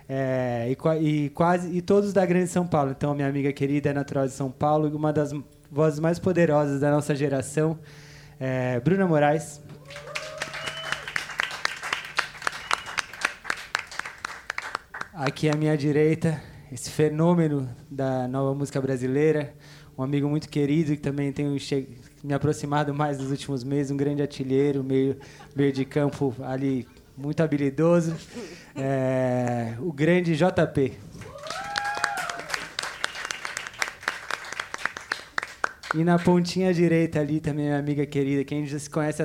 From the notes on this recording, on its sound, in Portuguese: edição especial gravada no Bona Casa de Música